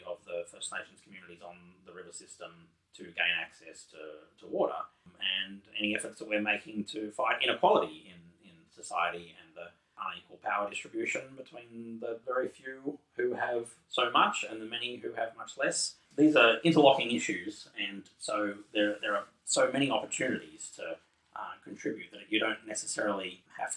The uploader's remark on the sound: Unfortunately, the sound quality of this episode is lower than hoped for.